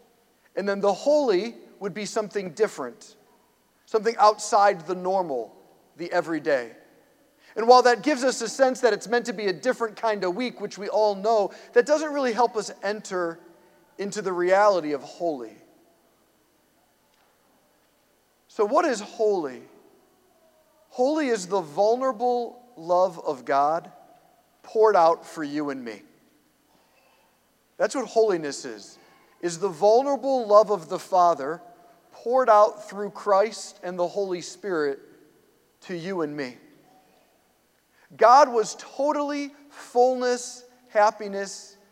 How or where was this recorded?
large echoing room